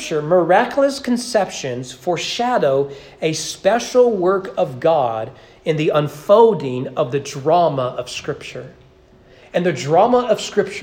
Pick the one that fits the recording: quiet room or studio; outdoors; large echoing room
large echoing room